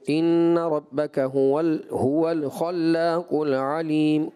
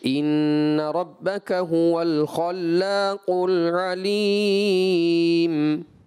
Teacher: آپ نے اس لام ساکن کو ہلا دیا یعنی کہ کلکلا کر دیا · Shown in: first take · جیسے مجھے لگا آپ نے یوں پڑھا ہو ان ربک ہول ہول خلاق العلیم قل علیم.